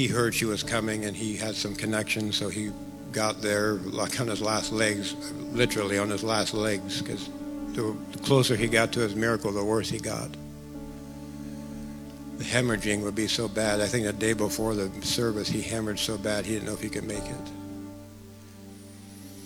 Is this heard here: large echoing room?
yes